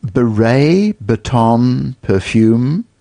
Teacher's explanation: beret, baton, perfume, all stressed on the last syllable